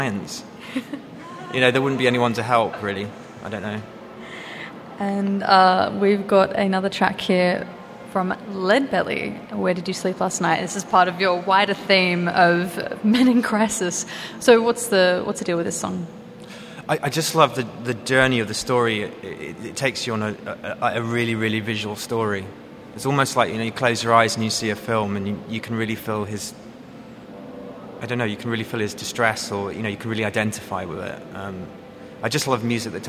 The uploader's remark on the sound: SPECIAL LIVE SHOW: This week we come live from Carriageworks. SPECIAL LIVE SHOW: This week we come live from Carriageworks.